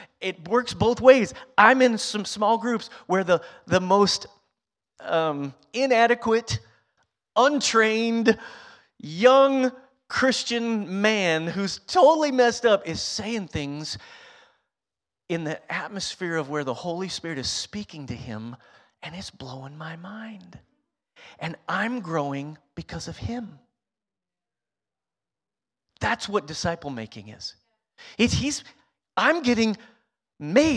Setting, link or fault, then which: setting, large echoing room